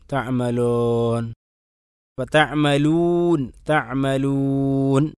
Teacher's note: അതിന് ശരിയായ ഉച്ചാരണം തഅമലൂൻ, വാവിനെ ശരിക്കും ചേർത്തിക്കൊണ്ട്, ചുണ്ട് ചേർത്തിക്കൊണ്ട് തന്നെ പറയണം